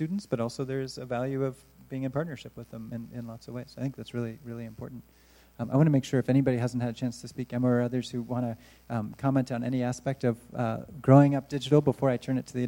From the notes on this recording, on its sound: Recorded live at the recent relaunch of Born Digital: How Children Grow Up in a Digital Age. Moderate an open forum with local students.